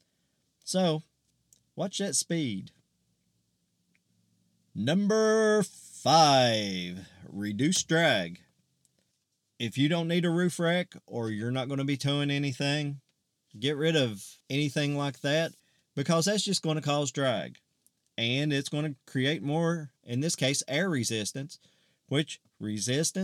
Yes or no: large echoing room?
no